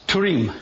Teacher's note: in Hebrew, you don't have the TH sound, you have Turim.